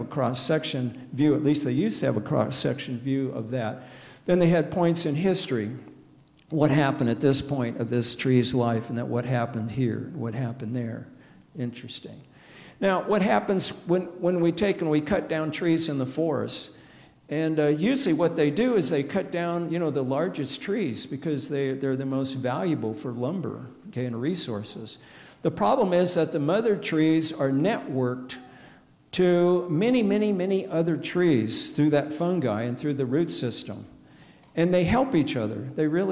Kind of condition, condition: setting, large echoing room